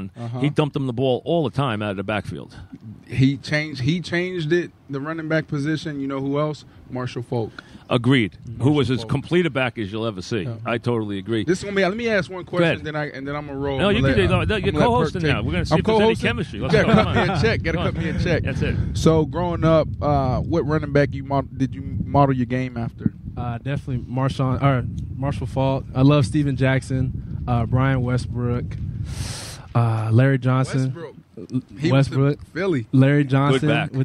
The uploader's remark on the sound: live from Giants camp